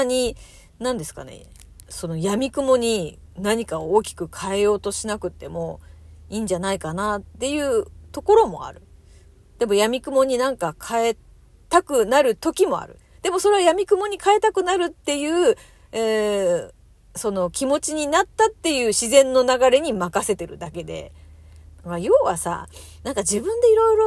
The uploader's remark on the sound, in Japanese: 車の中からトーク